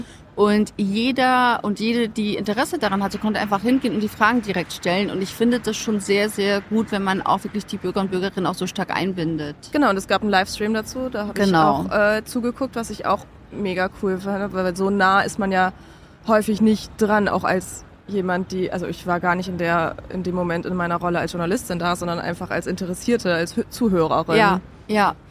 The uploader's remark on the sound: Mit all ihrem Podcast-Equipment auf dem OMR-Festival und der Finance Forward-Konferenz in Hamburg. Mehr als 70.000 Menschen sind hier unterwegs.